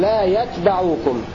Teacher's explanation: ولا يتبعوكم خفة مع فتح بائه قرأ نافع بسكون التاء مخففة وفتح الباء